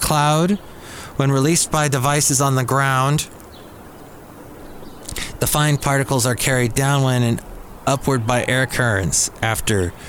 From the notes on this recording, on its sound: podcasts live from Cafe Anyway